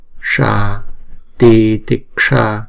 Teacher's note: Chữ S chúng ta uốn cong cái lưỡi lại